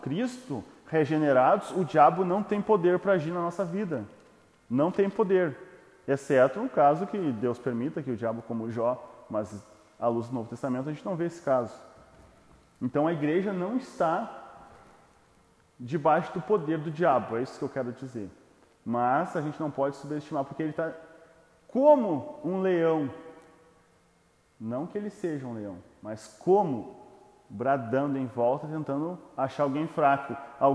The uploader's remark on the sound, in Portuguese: Áudio sem edição extraído do Imersão presencial.